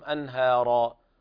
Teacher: هذا إظهار حلقي لوقوع الهاء بعد النون الساكنة، ويلاحظ ترقيق الهاء لأنها بعدها راء مفخمة، أنهارا.